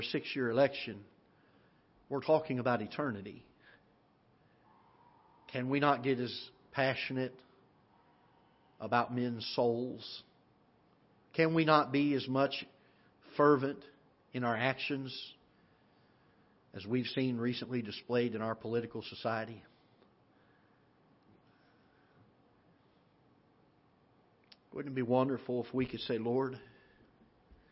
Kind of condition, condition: setting, large echoing room